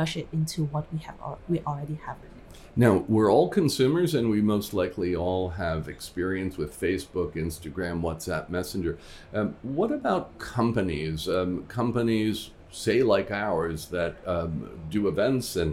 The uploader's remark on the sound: LIVE from Hong Kong FinTech Week